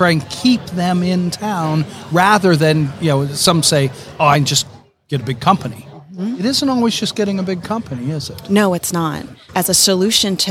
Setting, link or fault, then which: setting, busy venue